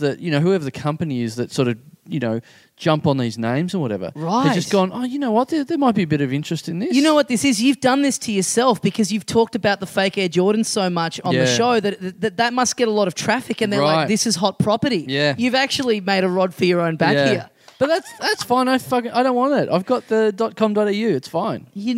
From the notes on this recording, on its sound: Recorded LIVE at the Heya Bar in Brisbane on Saturday, March 18, 2017.